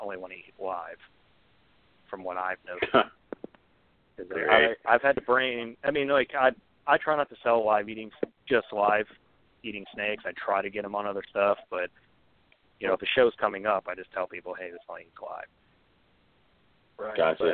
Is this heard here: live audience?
no